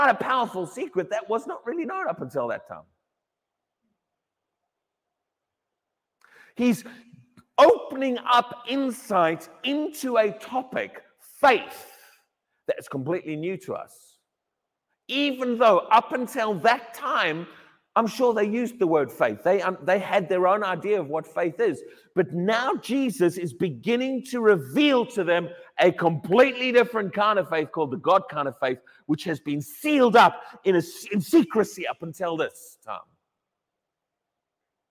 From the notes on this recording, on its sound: Sunday Morning Service 1 October 2023 - High Legh Church, Cheshire, U.K.